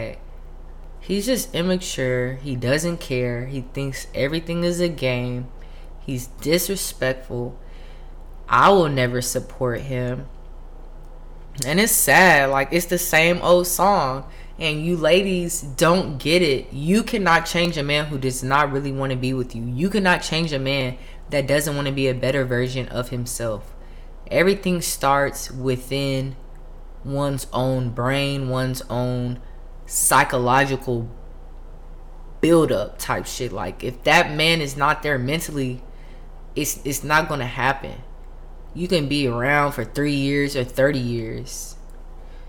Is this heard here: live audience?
no